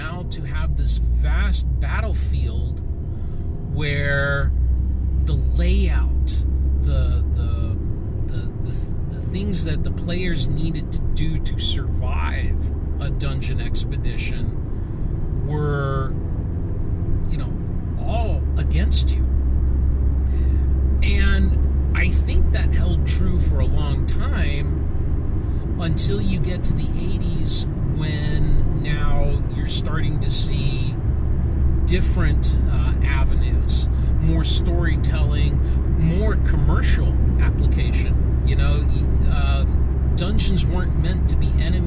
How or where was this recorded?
inside a vehicle